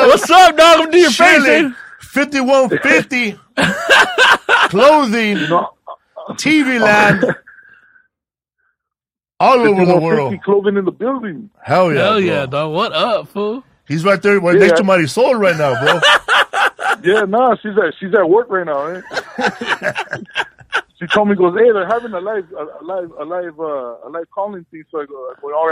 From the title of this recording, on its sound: Call In Show